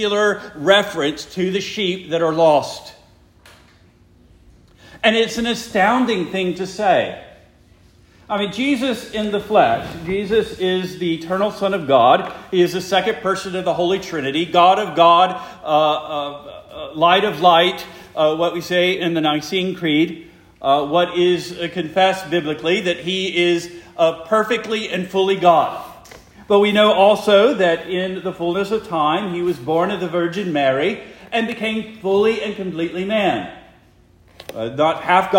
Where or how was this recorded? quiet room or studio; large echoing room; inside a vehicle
large echoing room